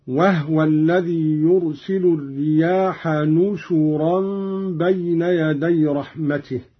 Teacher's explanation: قرأ قالون بالنون مكان الباء وضم الشين هكذا: وهو الذي يرسل الرياح نشورا بين يدي رحمته، وضم النون والشين على معنى الجمع أي ناشر، مثل نازل ونزل.